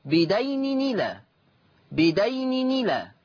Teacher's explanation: طيب النقل، النقل بدين إلى، بدين إلى، تحريك التنوين بحركة الهمزة، هذا هو النقل، تحريك التنوين بحركة الهمزة فتصير نون مكسورة